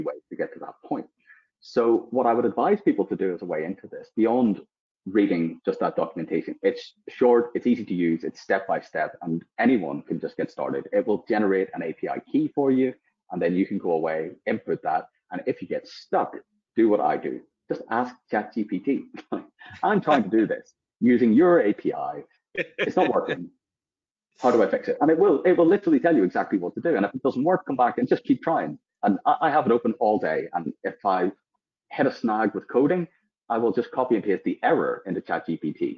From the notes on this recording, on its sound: This episode is the audio taken from the webinar we ran of the same name.